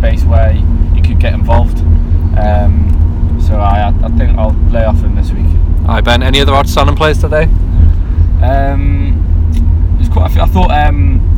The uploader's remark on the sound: join you from the car home